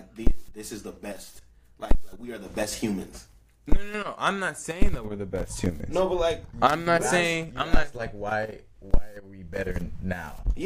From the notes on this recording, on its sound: During the recording process, the episode's audio quality was corrupted.